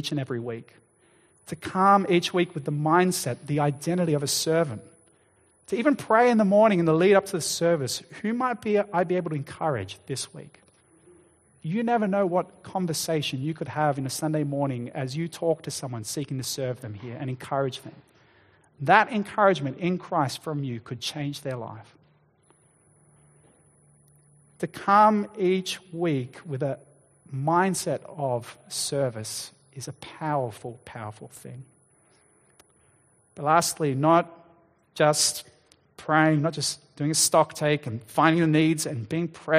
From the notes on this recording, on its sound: Sermon Recording